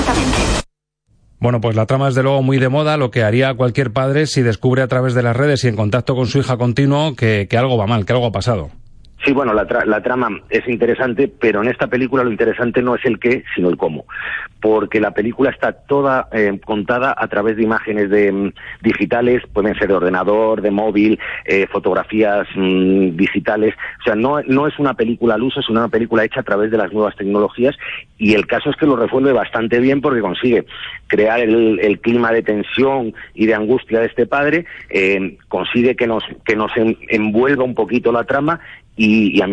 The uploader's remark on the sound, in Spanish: Conectamos con nuestros ‘espías’ festivaleros en San Sebastián